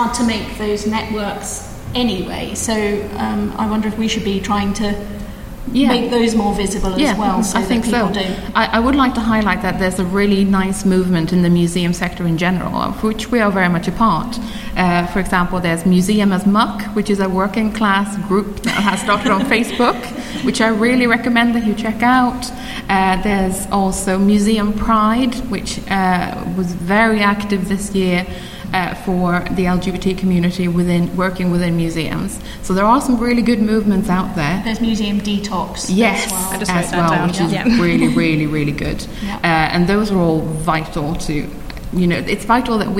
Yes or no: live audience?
yes